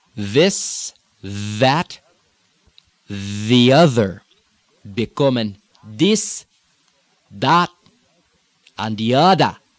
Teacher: The other one of those incidental consonant changes is involved with the THs. The TH, especially again in the islands, is going to become a D when it's a voiced TH.